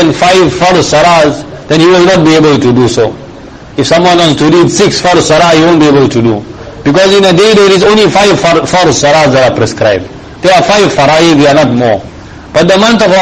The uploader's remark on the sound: Jumuah lecture at May street Masjid